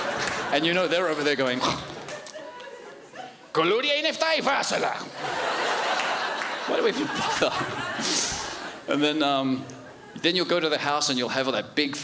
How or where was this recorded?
live audience